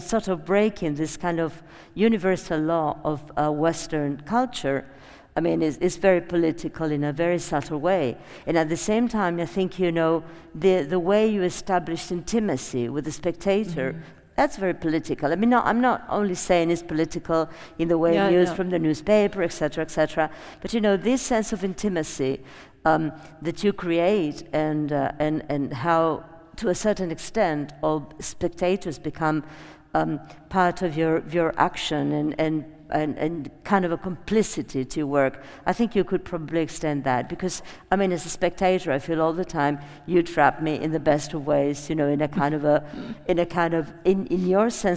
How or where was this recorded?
live audience